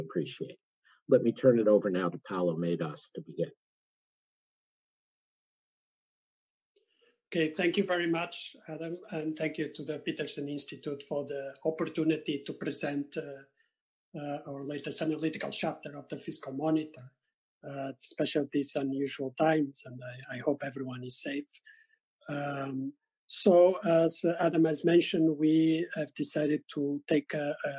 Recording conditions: video call